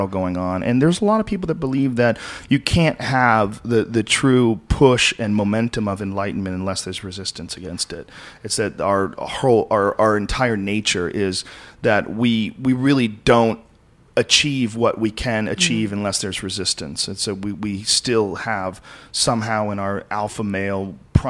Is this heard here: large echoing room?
no